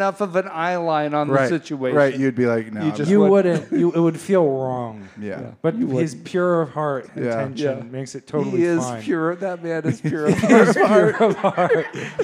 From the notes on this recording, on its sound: The last LIVE episode for a little while.